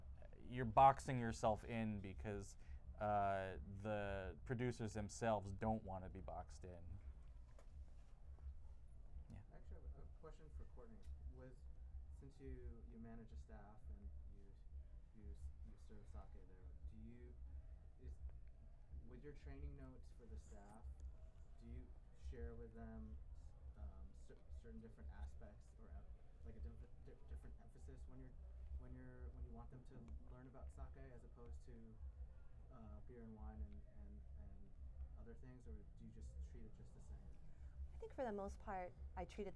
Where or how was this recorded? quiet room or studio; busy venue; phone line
busy venue